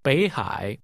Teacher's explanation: pronounced with two falling, rising tones